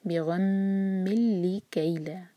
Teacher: हम मीम शद्दा पर होल्ड करें लाम शद्दा पर नहीं, तो मीम को लाम से सीधा जोड़ेंगे बग़ैर नून के साउंड के · Term: इदगाम बग़ैर गुन्ना